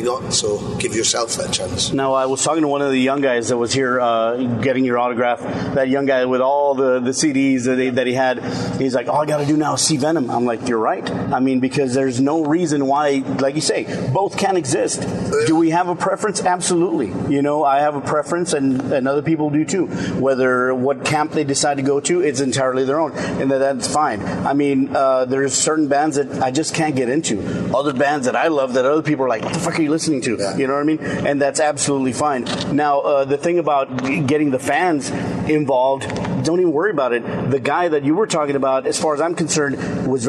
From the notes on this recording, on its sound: We travelled up to San Antonio for a show over 30 years in the making. Before the show, we were invited on the bus.